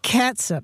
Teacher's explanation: S-U-P with that vowel is a schwa sound, right? Not a long ooh sound.